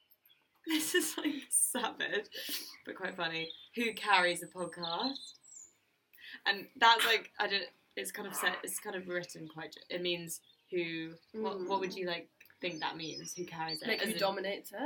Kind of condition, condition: setting, outdoors